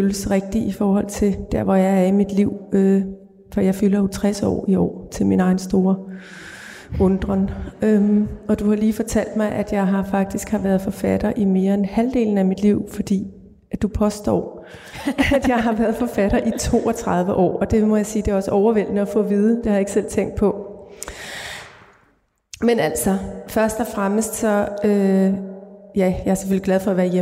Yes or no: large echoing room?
yes